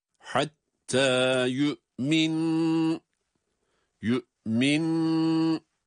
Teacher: burada nun harfi şeddeli olması itibariyle, burada hem tutulacak hem de iki tane nunun cezimli okunma sesi verilmesi lazım.